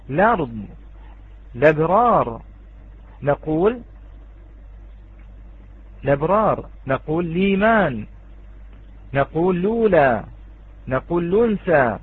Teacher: جاز لنا أن لا نعتد بهذه الهمزة ونبدأ باللام، فأصبحت هذه اللام متحركة ولم نعتد بالعارض. · Term: الابتداء باللام